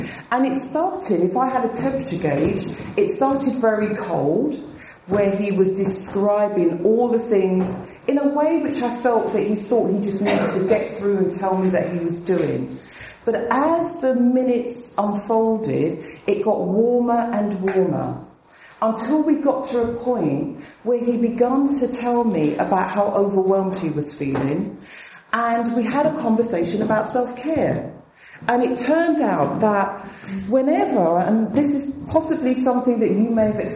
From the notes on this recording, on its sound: spoke at the 2013 BAATN conference